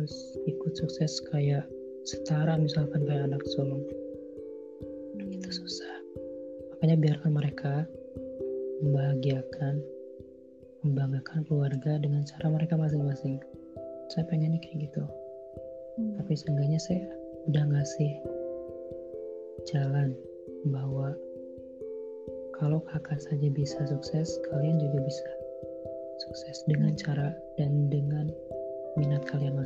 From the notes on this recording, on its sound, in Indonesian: Maaf jika suara tidak bersahabat untuk didengar..